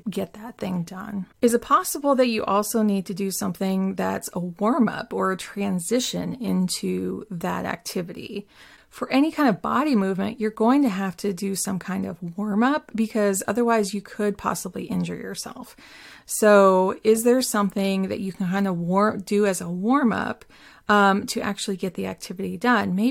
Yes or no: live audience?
no